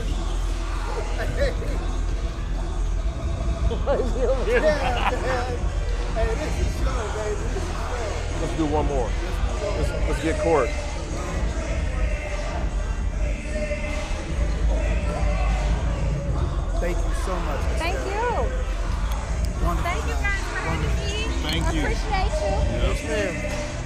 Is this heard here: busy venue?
yes